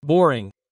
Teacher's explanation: The R generates a U. Boring. And then the I is an E.